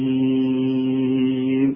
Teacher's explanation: انت مش لاحظت ان انا مديت الياء حركتين فقط والسين 6